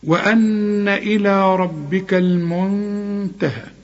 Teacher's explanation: وأن إلى ربك المنتهى، خد بالك في غنة في الكلمة الأولى، وأن، وفي الكلمة الثالثة أو الرابعة المنتهى في غنة، لكن النون دي بنخفيها، المنتهى، وطبعا الراء بتاعت ربك دائما مفخمة مدام مفتوحة